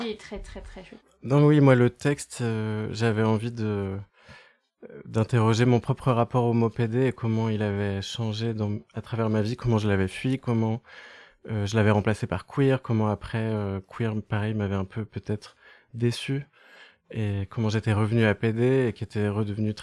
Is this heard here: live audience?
no